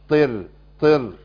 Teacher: طاء مكسوره ضعيفه تبقى طي، والراء بعديها مرققه، طر طر طر. ما اقولش تر بمسيطر، ما تنفعش، يبقى انا ضلت الطاء بتاء، ولا بمسيطر، يبقى فخمت الراء المرققه عند الوقف.